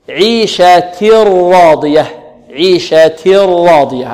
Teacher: إدغام بغير غنة، و والثاني إدغام بغير غنة في اللام والراء · إدغام كامل يبقى مع تذهب معه الغنة تصبح يصبح التنوين راء يبدل التنوين ماذا راء خالصة يعني ننتقل من تاء إلى راء مشددة